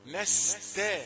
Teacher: الحروف اللي قبل القاف كلها رقيقة